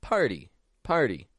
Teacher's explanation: However, when we give it a party, party, we give it a flap T sound with an R before it, par, party.